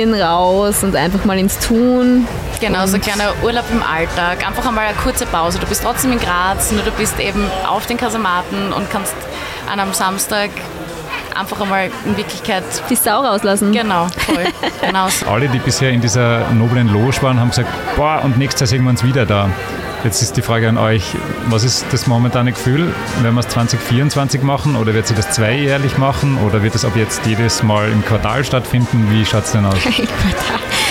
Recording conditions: busy venue